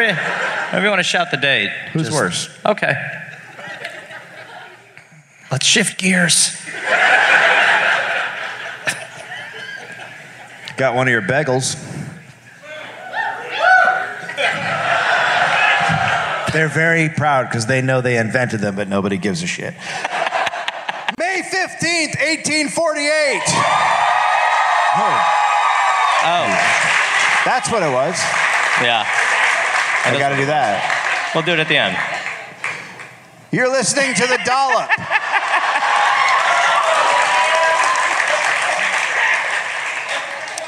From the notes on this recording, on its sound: Live in NJ. Live from Sayreville, NJ.